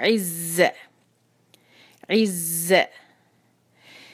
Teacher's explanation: आगे इसको मिलाएंगे ज़ा के साथ। ज़ा की आवाज कैसी होती है, थोड़ी तेज जैसी, जिस तरह हमने कभी देखा हो मक्खी हमारे कान के पास आके बोलती है ये वाली आवाज, इसको शामिल करेंगे।